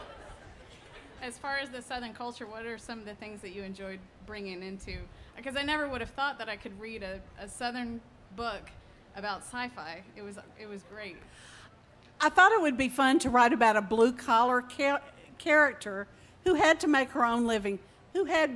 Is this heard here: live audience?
yes